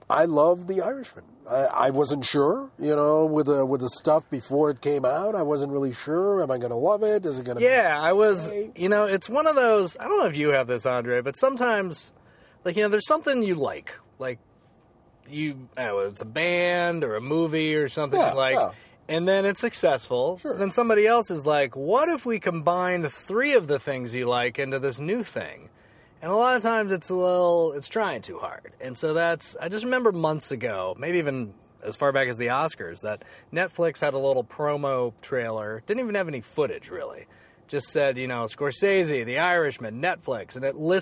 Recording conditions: inside a vehicle